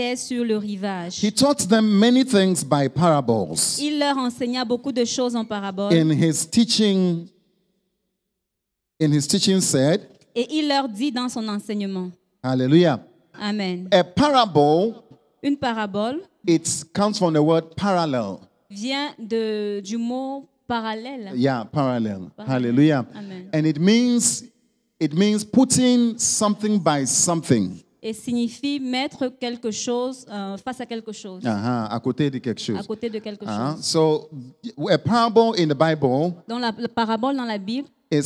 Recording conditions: large echoing room